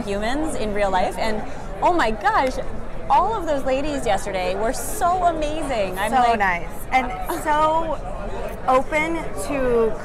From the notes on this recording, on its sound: In this episode, we are bringing you the news LIVE from NFTNYC 2022!